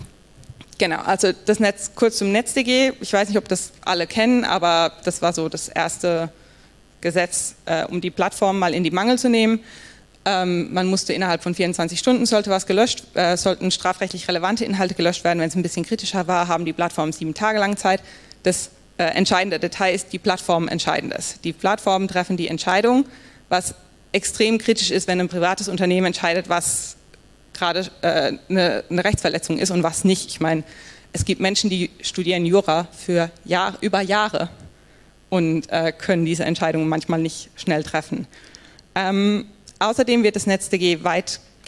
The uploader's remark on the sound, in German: Die zentralen Punkte stellen wir in einem kurzen Lightning Talk mit anschließender Diskussionsrunde vor – und hier stehen nicht nur wir Rede und Antwort, sondern auch das Publikum.